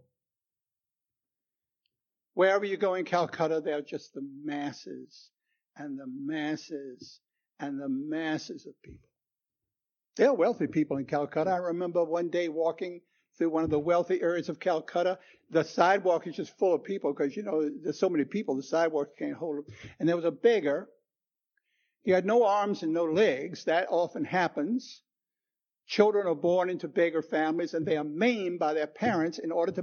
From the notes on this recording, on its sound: Recorded 10/09/2016 at Christ Church Anglican.